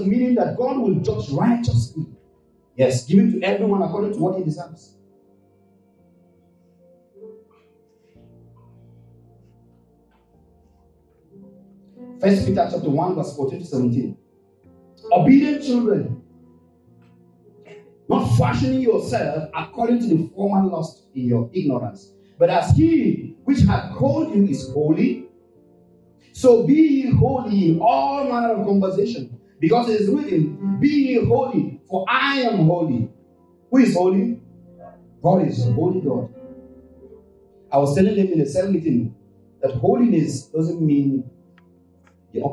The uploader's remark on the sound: This week's podcast is of low quality because of some technical issues